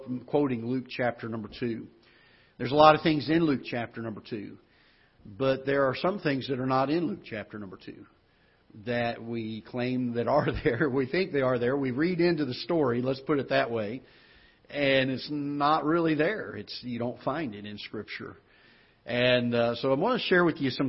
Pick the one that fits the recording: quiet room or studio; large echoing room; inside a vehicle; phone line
large echoing room